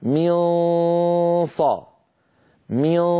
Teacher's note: هو صويت سببه عدم قفل المخرج. منصا من، أغلب الصوت من الخيشوم وقليل منه يمر عن طريق الفم · Term: الإخفاء